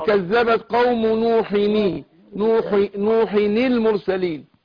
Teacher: نوحني المرسلين، هنا بعدها حرف ساكن، فكسرنا نون التنوين عشان التخلص من التقاء الساكنين